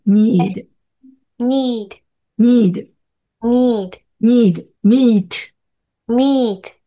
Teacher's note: これは日本語の e よりはるかにギュッと横に引く感じ。